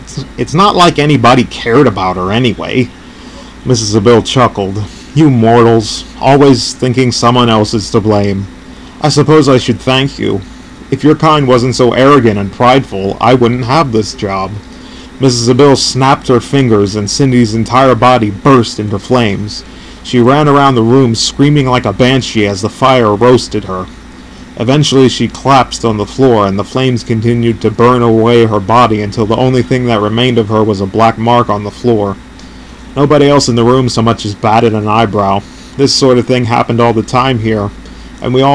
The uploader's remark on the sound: I had to delete and redo this episode due to an unfortunate chain of events. I apologise for any background noise or other nuances you might hear, as this is my first podcast ever and I'm still figuring this out.